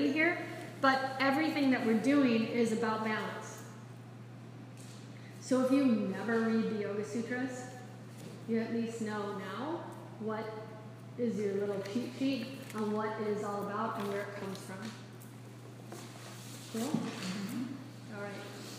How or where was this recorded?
live audience